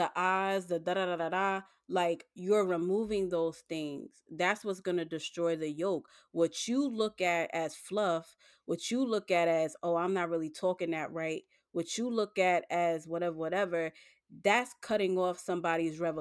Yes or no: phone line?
no